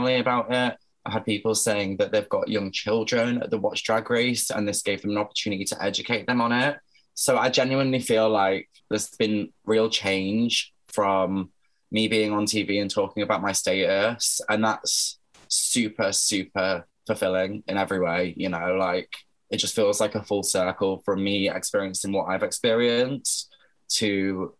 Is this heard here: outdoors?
no